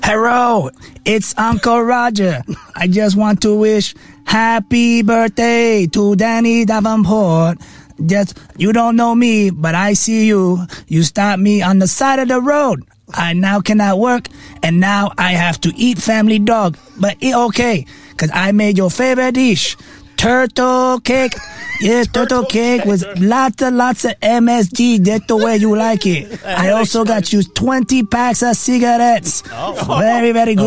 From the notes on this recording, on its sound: we got some friends from his past to call